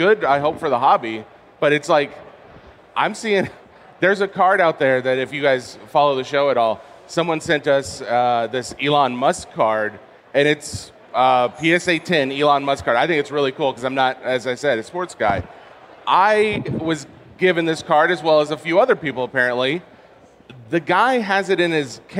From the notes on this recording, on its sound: live from the main stage of the National Sports Collectors Convention in Chicago, also known as The National.